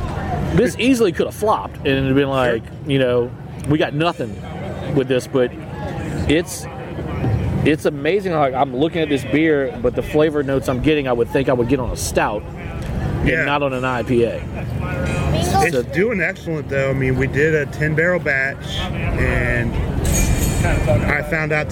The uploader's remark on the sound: On this episode we take a trip to Tin Roof Brewing here in Baton Rouge.